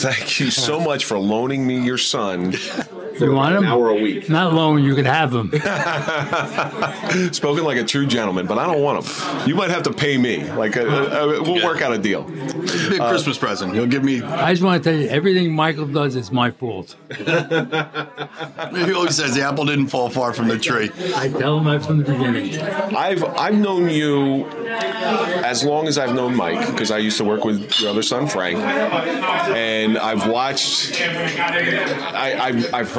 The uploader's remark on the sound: Live at the Grande Saloon.